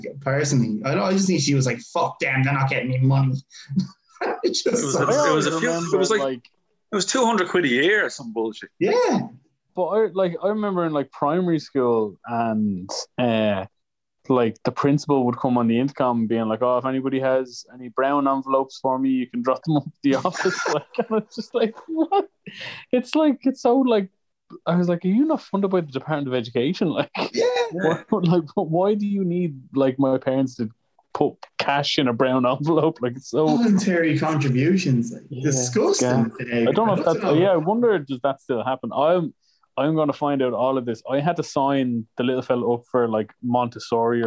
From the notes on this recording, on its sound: We failed at meeting up but thankfully we have zoom.